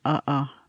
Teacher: In English, the glottal stop can be heard between the vowels of the expression uh-uh, meaning no